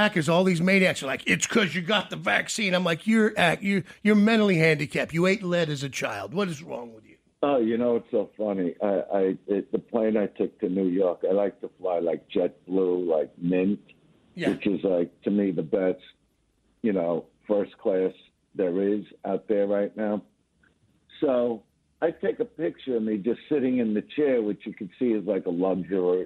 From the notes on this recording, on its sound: so we got him on the phone